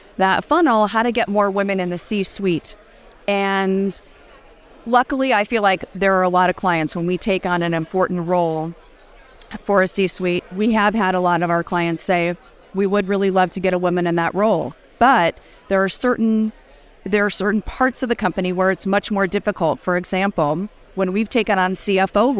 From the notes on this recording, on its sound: at The Benzinga Cannabis Capital Conference